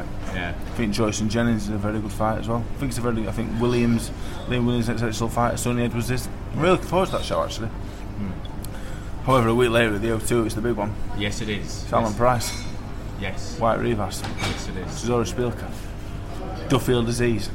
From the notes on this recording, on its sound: We were live at the open workout